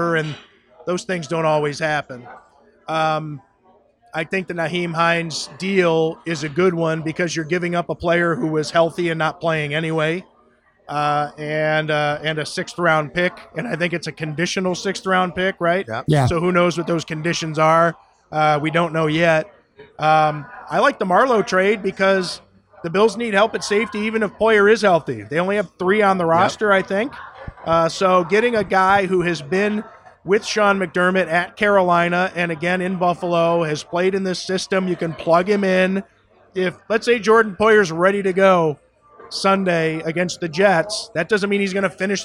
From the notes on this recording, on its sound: a conversation taped live at Imperial Pizza in South Buffalo